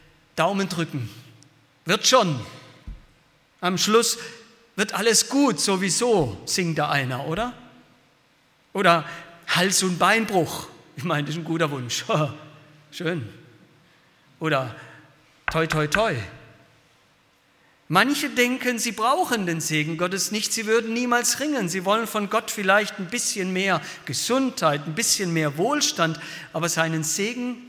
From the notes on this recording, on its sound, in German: Aus dem Gottesdienst der Liebenzeller Mission.